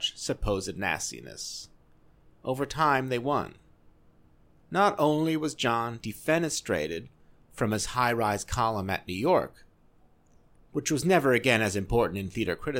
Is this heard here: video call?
no